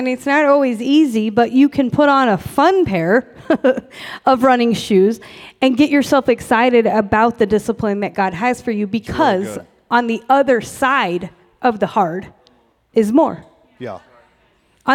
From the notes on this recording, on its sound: We had a live recording to celebrate our 100th pod